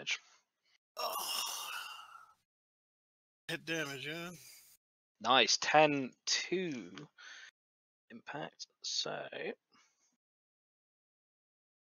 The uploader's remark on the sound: With one of the group's players absent halfway through the campaign, someone has the bright idea to record it. There is no editing, poor audio quality, and terrible dialogue.